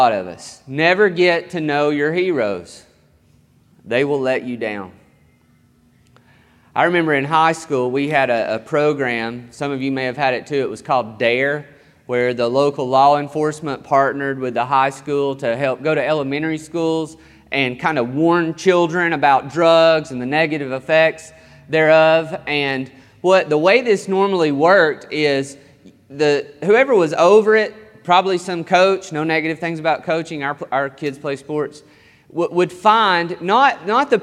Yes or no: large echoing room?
yes